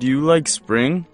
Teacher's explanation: pay attention to the rising intonation of yes-no questions